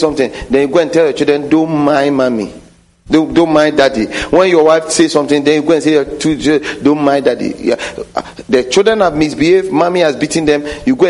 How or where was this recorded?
large echoing room